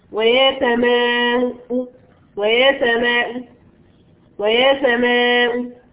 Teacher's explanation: ومعي وجهان الروم الذي ذكرتهم في المكسور، سأقول ويا سماء ويا سماء ويا سماء، أربع أو خمس حركات مع الروم